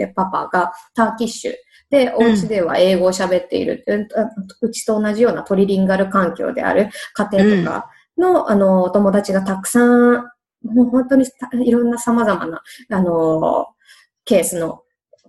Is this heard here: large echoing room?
no